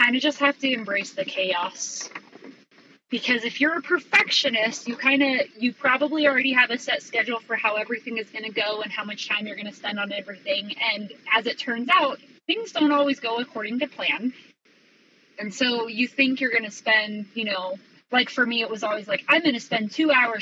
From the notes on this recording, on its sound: This episode's audio is a bit rough